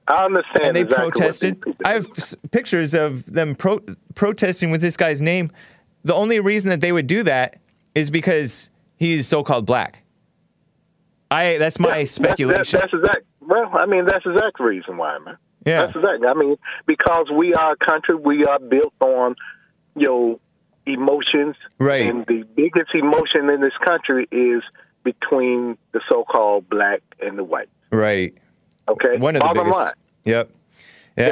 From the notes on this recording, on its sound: Has a rough phone connection.